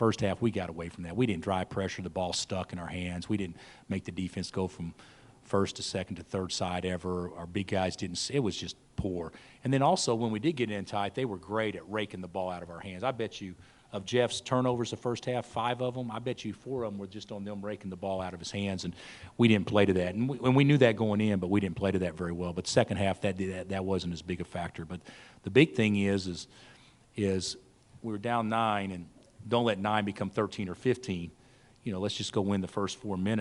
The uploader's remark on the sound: Press Conferences & Post-Game Interviews